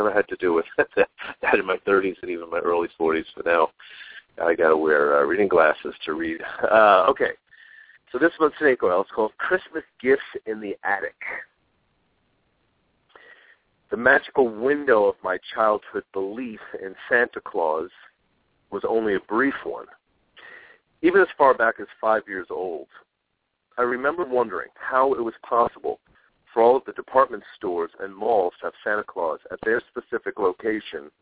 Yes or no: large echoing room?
no